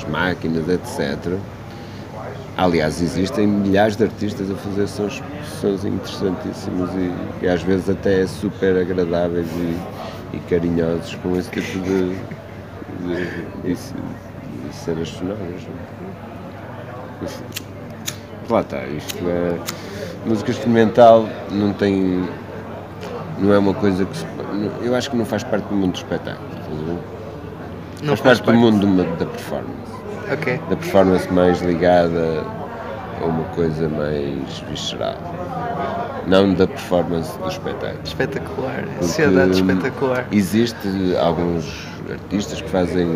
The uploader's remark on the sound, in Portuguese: Entrevista gravada na "Matinoise" das Cantigas do Poço no Rockstar pub, em Braga.